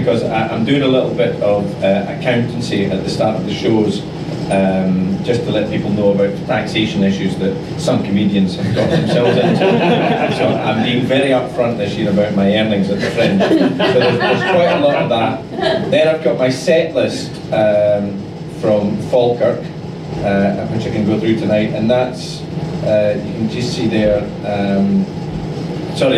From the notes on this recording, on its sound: (Live). This episode has a sound recording problem which doesn't reflect the quality of usual episodes.